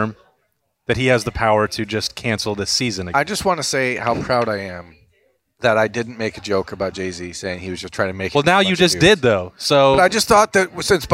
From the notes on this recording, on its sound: As always, Lettermen Live is hosted by Roosters on Olentangy River Road in Columbus.